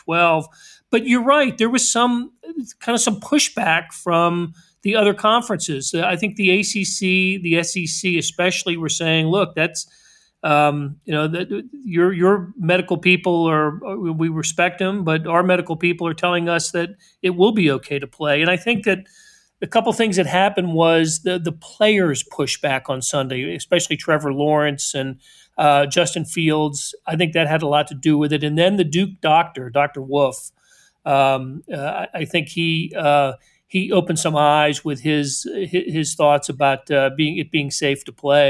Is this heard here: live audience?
no